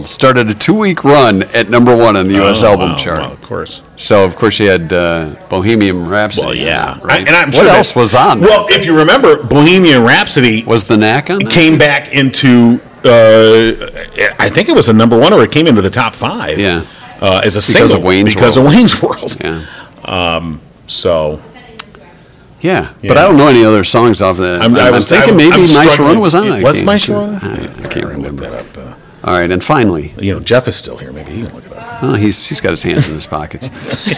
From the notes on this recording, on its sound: We were live on location for the Alzheimer's Association Leadership Breakfast at Crystal Gardens